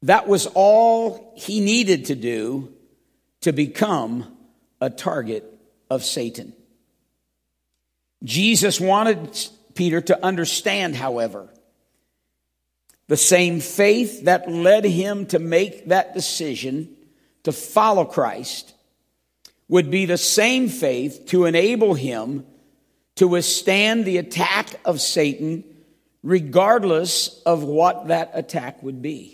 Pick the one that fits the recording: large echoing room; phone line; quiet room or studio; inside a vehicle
large echoing room